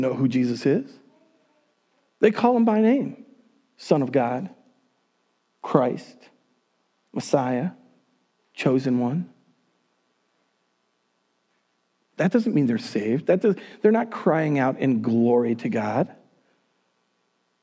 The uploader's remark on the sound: Recorded on January 31, 2021 at Word of Life Church in Le Sueur, MN.